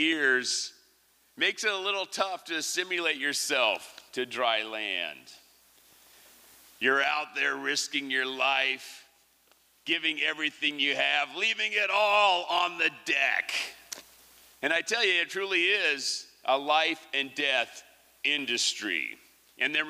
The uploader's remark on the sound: 2023 FPG-Liberty Theatre-Saturday Night-First Set. Was recorded at the Liberty Theatre on Saturday, February 25th, 2023.